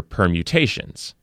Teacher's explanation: Both are nouns, both are four syllables, and both have the stress on the third syllable in this case.